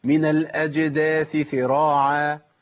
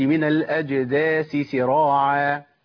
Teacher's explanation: الثاء والسين مخرجهم مختلف وقريب قوي من بعضه، سهل ان انا ابدل الثاء بسين وسهل ان انا ابدل السين، شفت انا حتى كنت اقولها وانا بتكلم، ابدل السين بثاء، فناخد بالنا.